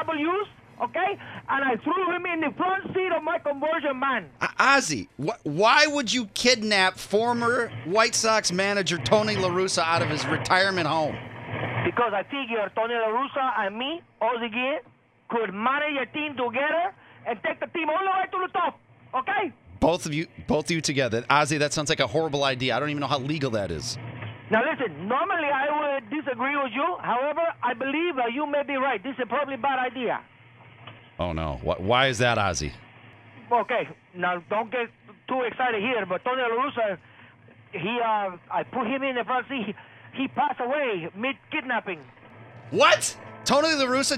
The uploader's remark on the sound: Calls in from his car with a surprising passenger in the back seat.